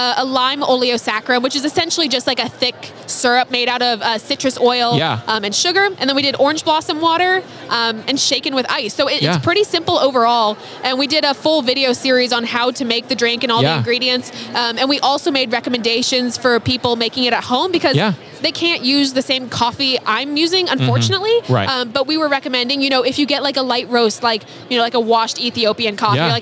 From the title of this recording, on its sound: Live at SCA